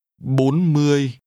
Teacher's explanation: 40 is pronounced with rising and mid-level tones.